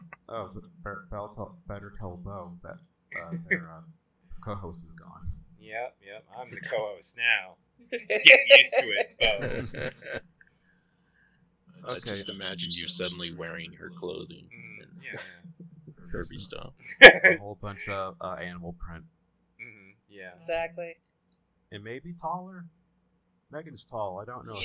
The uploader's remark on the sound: Quick warning: the audio isn't up to standard but I tried to make it work as much as I could.